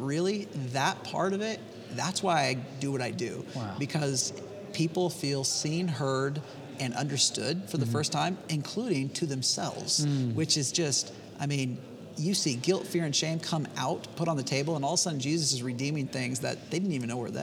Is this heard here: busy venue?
yes